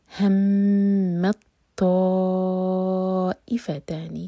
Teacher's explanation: میم پر شدہ ہے تو میم کو ہولڈ کریں گے اور آگے ہم تا کو نہیں پڑھیں گے میم کو سیدھا